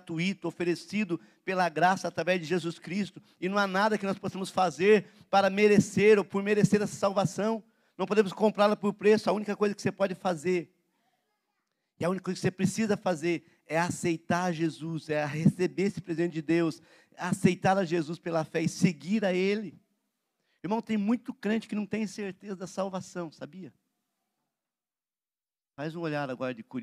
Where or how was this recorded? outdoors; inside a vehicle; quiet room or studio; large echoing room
large echoing room